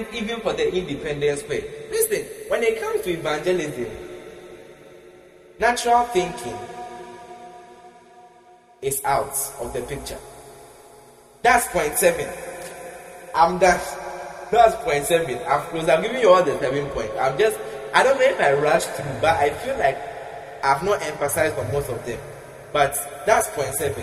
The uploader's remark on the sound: Preached at the Prophetic Encounter Service, Accra, Ghana.